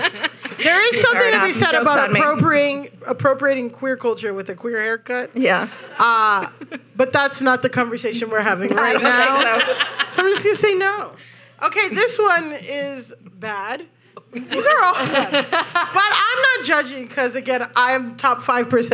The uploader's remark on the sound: The Betches Sup Live!